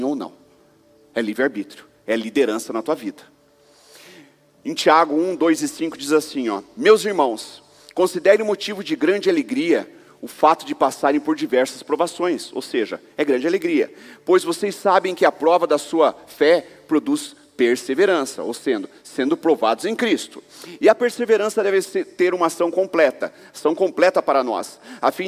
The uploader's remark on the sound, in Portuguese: Culto de Celebração